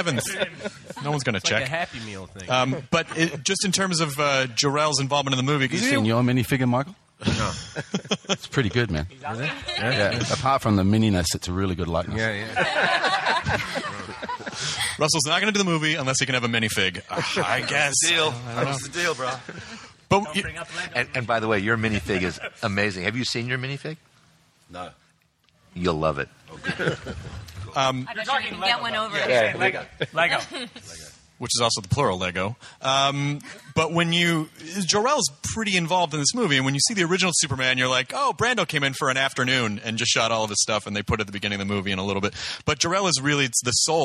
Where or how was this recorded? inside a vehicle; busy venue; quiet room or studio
busy venue